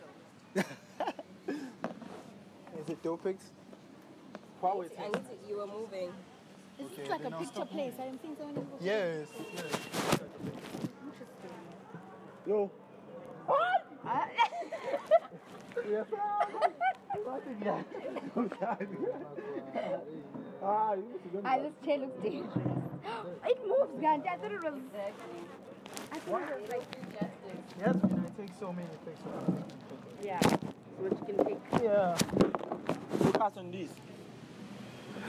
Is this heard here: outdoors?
yes